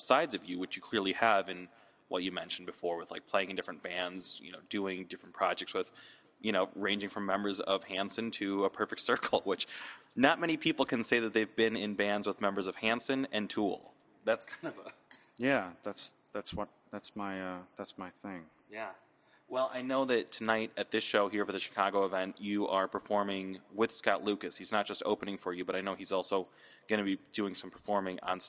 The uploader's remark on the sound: In an interview recorded on the second floor of Schubas.